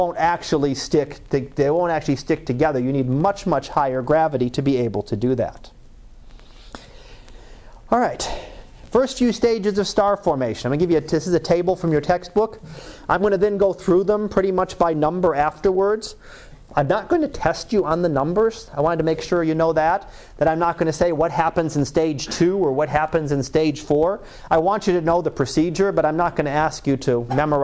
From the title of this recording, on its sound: Live Class Lecture